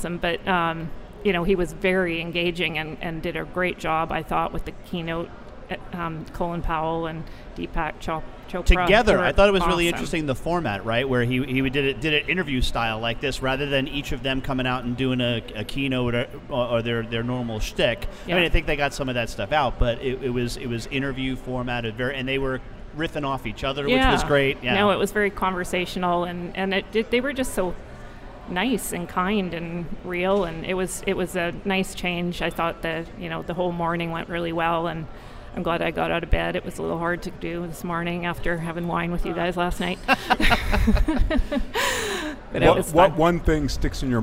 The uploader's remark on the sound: Live from #SageSummit